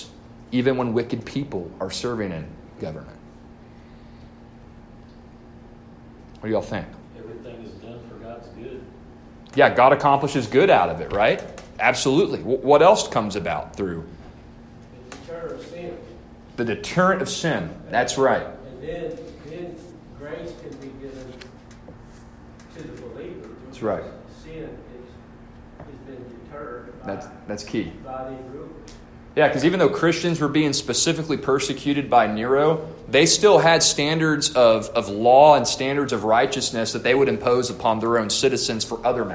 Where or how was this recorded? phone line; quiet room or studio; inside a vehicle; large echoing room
large echoing room